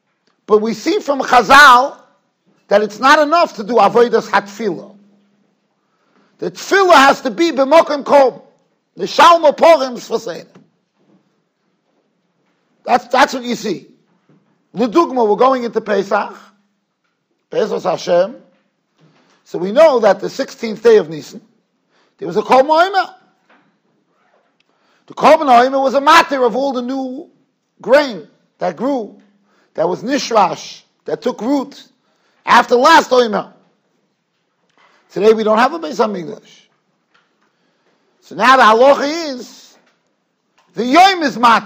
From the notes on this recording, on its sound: Shiur recorded in Yeshivas Ohr Reuven, Monsey NY.